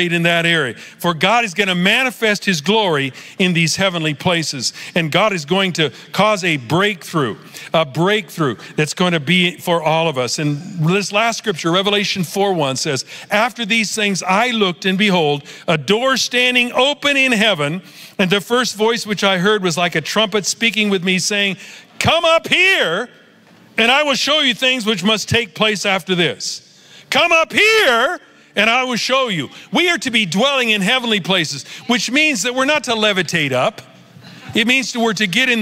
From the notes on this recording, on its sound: Recorded Live at Capital Church in Meridian, Idaho